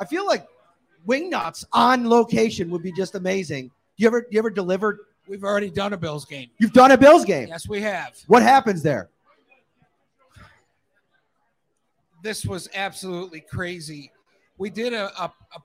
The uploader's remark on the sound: host the show on location at Wingnutz North Buffalo at 700 Military Rd.